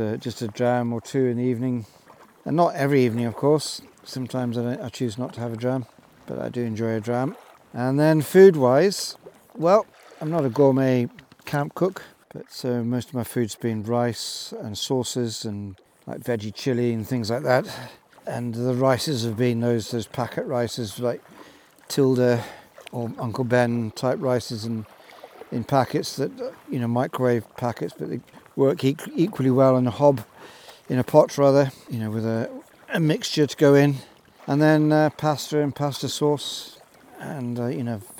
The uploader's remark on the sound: This episode was recorded live in my kayak on my penultimate day of my year long solo sea kayaking adventure around Scotland.